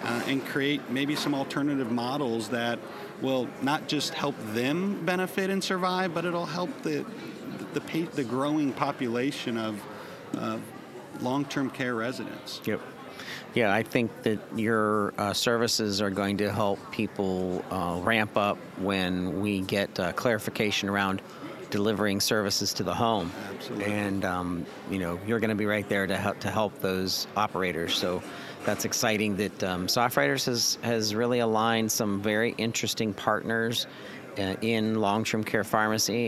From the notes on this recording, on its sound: User Conference Post-Show. Live from the show floor.